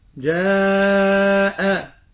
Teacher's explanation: الألف هنا هي حرف المد وبعدها الهمز وهو في كلمة واحدة، فهذا مد متصل.